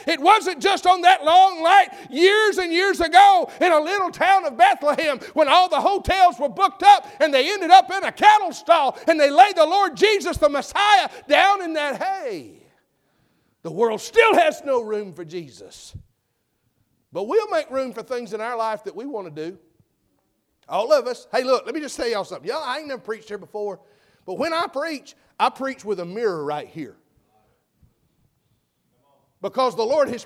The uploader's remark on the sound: full message preached at McGhee's Mill BC Semora, NC.